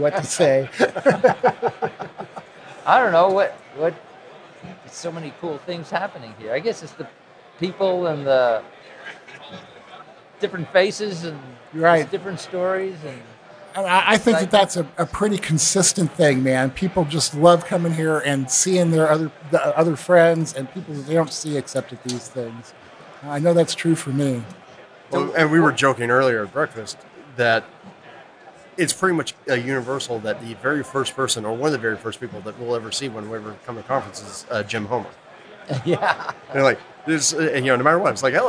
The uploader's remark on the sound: Live in Beervana. In this special live episode.